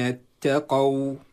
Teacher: ننتبه أن التاء اتقوا تكون مرققة مرققة دائما ولا وجود للتفخيم في التاء، إنما البعض يفخمها لملاقاتها لحرف القاف فتؤثر القاف على التاء بالتفخيم، وهذا خطأ.